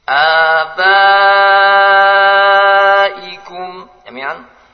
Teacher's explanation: Panjangnya 4 atau 5 harakat. · Term: wajib muttasil